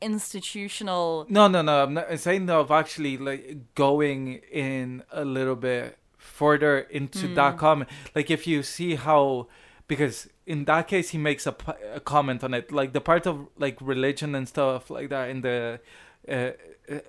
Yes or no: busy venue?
no